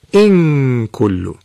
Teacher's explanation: نون ساکنشون رو وقت به کاف میرسه اخفا میشه، این اخفا رو به اخفای بسته به اصطلاح انجام بدن، یعنی مخرج حرف رو ببندن، در گیرش حرف کاف اخفا بکنن.